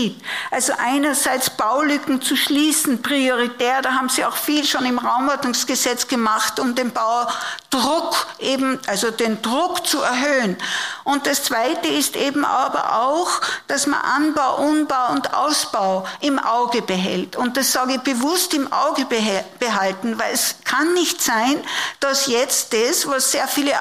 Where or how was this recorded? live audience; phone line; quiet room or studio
live audience